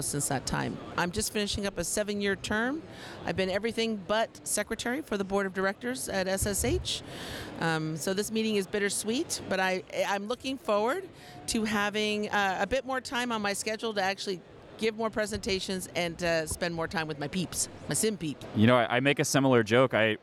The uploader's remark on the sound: This is another episode that was recorded LIVE of the show floor of #IMSH2023.